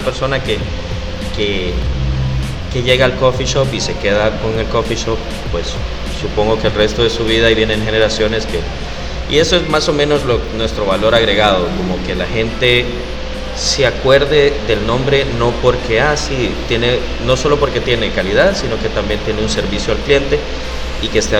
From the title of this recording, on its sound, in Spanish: Oh! Café en el Festival Centroamérica de Café.